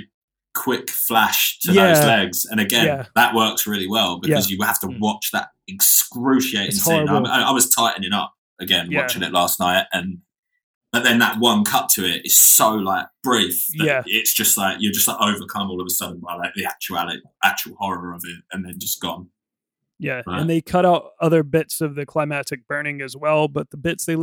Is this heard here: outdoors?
no